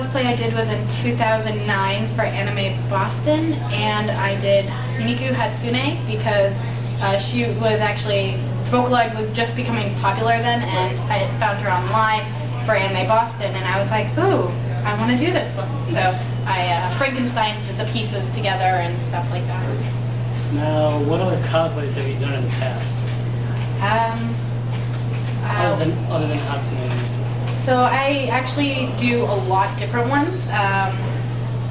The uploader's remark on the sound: From Pop Cult Anime Con. This was the 2nd ever interview we did, so sorry in advance for audio issues.